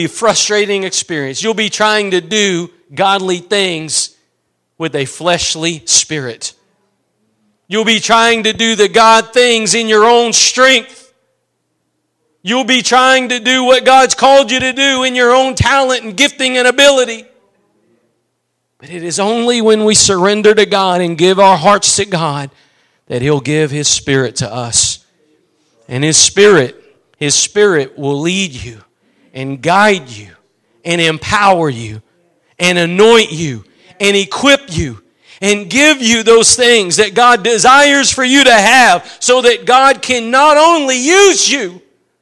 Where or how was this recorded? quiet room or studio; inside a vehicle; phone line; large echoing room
large echoing room